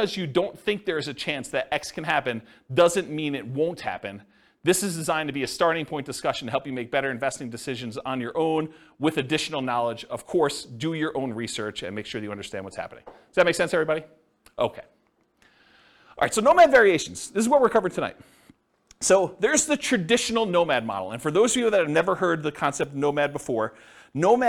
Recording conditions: live audience